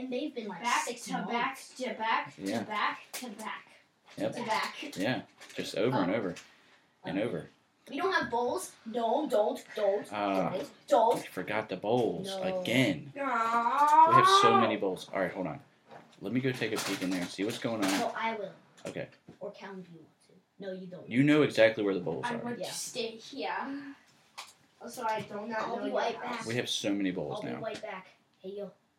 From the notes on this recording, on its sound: We had some technical difficulties during this recording. Microphones were not operating. All of the audio was recorded from one mic in the studio and it was not apparent during the recording session. Despite the audio quality, we hope you can enjoy it.